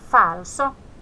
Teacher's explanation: Ja pitää suhista hampaiden välistä.